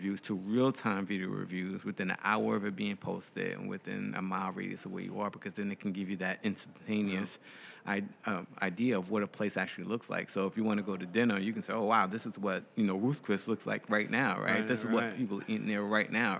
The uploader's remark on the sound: This and the following segments were recorded at this year’s annual JMI Small Business Leadership Conference hosted at Loews Sapphire Falls Resort . This and the following segments were recorded at this year’s annual JMI Small Business Leadership Conference hosted at Loews Sapphire Falls Resort .